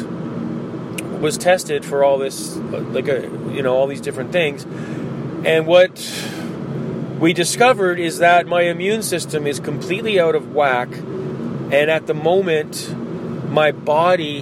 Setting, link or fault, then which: setting, inside a vehicle